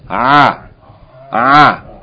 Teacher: this articulation point for the letter Ayn is from the middle of the throat